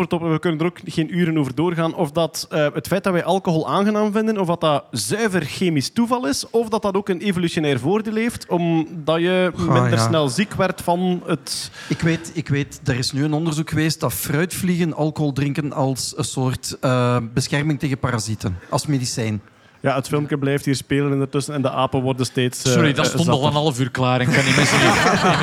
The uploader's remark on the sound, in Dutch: Live bij St. Bernardus. Een live Nerdland special opgenomen in de brouwerij van St.